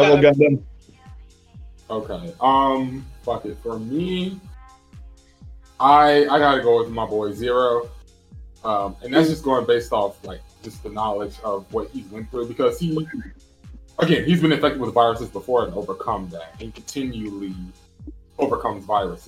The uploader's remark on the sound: Sorry for the late upload and microphone issues!